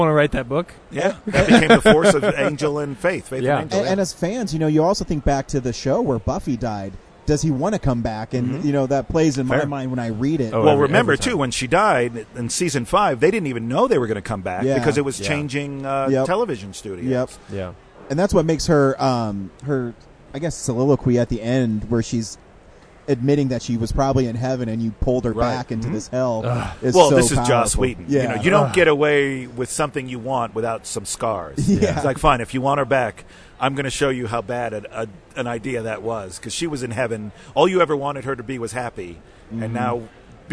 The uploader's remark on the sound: at Denver Comic Con 2018